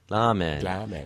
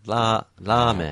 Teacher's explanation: And it's a very long ah.